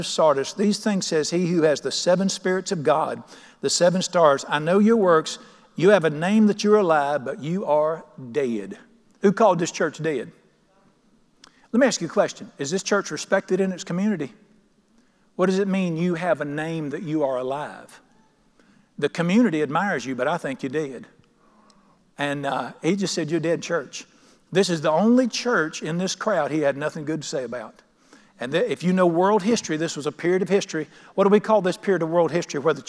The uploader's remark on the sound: at The Lamb's Chapel, Burlington, NC.